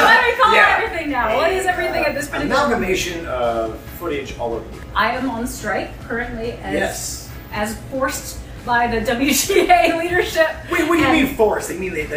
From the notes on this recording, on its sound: We are recording LIVE from Vault 5421 inside Gods & Monsters in Orlando Florida.